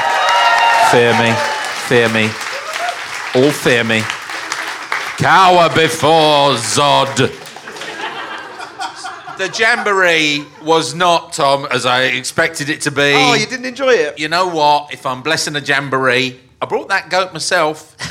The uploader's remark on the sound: A very fun, very ramshackle episode recorded at the Laugh Out London comedy festival. It is so jam-packed that at one point the recording device breaks down.